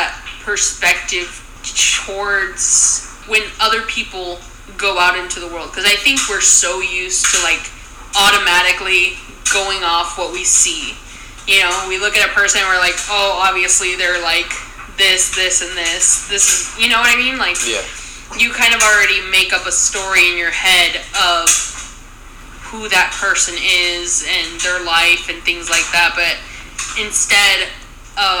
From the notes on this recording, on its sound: I do apologize for the background noise.